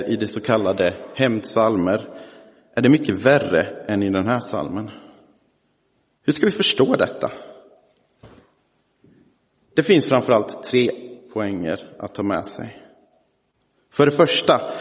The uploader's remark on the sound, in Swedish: Inspelad i Roseniuskyrkan den 19 november 2023.